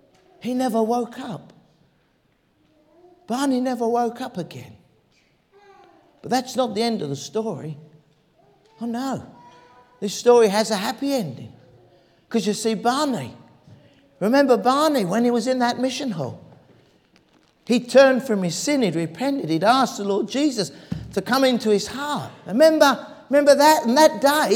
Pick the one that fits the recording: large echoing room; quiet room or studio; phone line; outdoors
large echoing room